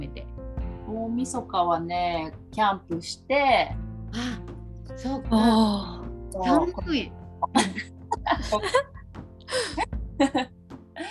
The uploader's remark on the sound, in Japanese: リモート収録でお届けします。